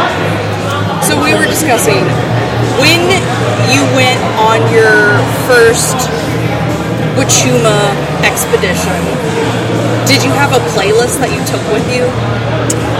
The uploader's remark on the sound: Bear with the background noise.